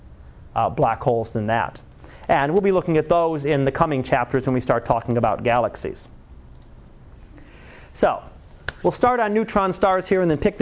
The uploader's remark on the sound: Live Class Lecture 2013 Oct 30